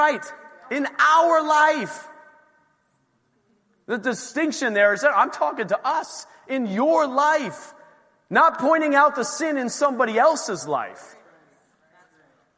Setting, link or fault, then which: setting, large echoing room